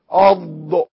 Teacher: لما تأتي إلى الحرف الضاد وهو مفخم، وحين تنطقه لابد وأن يضرب اللسان من الناحية اليسرى أو الناحية اليمنى واليسرى أيسر من الجانب في السقف، أض. · Term: الضاد المفخمة